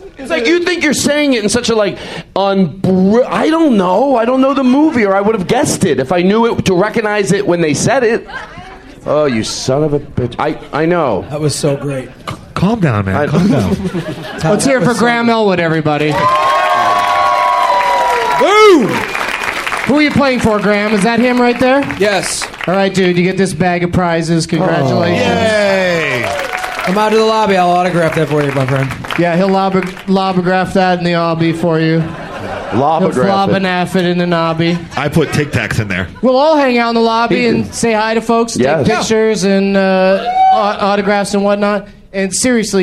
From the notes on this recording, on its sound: Recorded live at the The Louie Anderson Theater at Palace Station Hotel & Casino in Las Vegas, Nevada on January 8th, 2012.